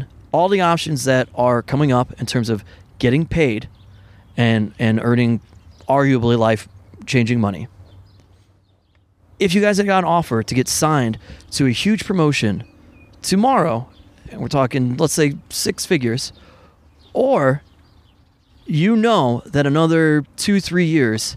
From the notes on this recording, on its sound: This week is a round table of sorts as we are joined by several members of the AIW roster as they drink some beers and record at the AIW Memorial Day cookout.